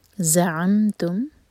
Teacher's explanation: تو ز کی بزنگ ساؤنڈ آتی ہے